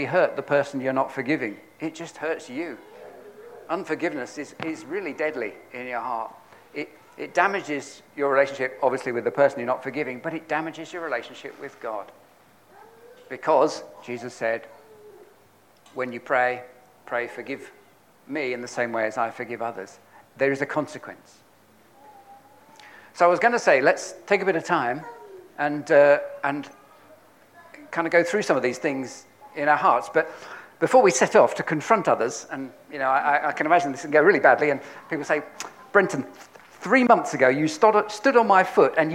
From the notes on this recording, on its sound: on 30th October 2022 at King's Church, Cockermouth, as an audio file